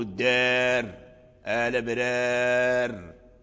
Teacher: هذا الوقف بالسكون لا يمنع الإمالة، أي ما زالت الإمالة مستمرة وموجودة وإن وقفنا على الراء بالسكون